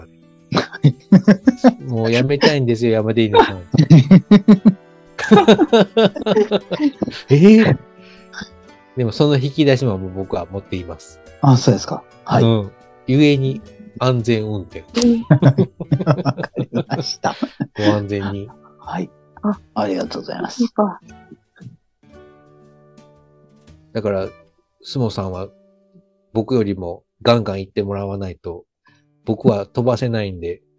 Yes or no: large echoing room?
no